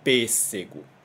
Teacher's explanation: Esse E a gente considera fechado. Por quê? A gente não abre muito a boca para falar. É P, né? É aquele som mais grave, né, que a gente fala pêssego, ok? · Term: som fechado